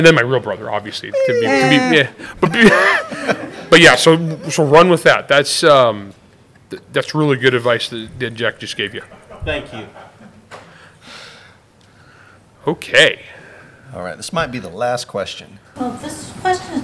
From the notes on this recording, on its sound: Live From LibertyCon (2023). In front of a studio audience! This episode was recorded live at LibertyCon 2023.